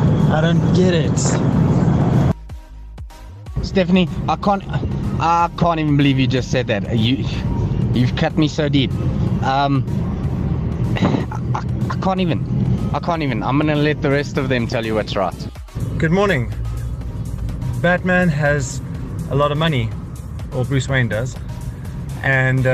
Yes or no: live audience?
no